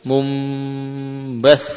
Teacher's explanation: Ya. Sehingga cara membaca nun yang munqalab, munqalabah ilal mim adalah merapatkan bibir · Term: qalb